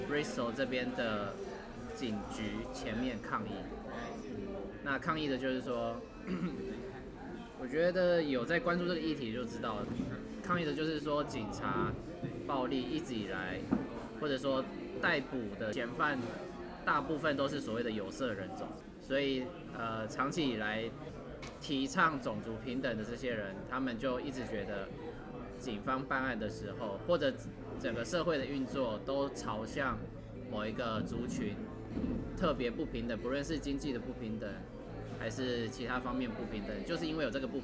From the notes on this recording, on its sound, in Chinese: 直衝現場讓大家親耳體驗現場抗議的情形。搭配英國下午茶的氣氛。